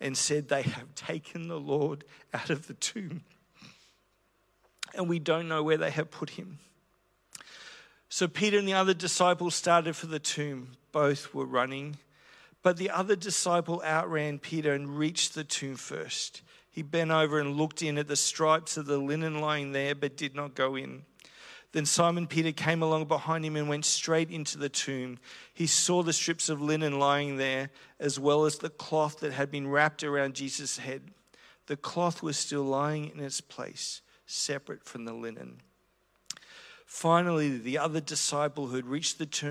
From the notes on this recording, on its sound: This is a recording I did about a year ago at The Christian Church in Brisbane.